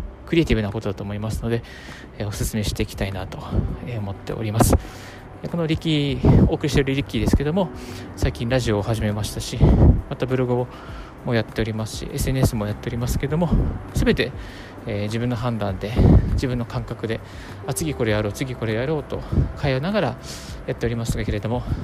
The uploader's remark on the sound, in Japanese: 歩きながらラジオ配信